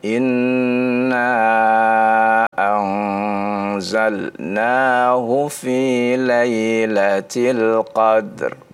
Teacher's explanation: Iya, kol-kolanya huruf dal tetap ada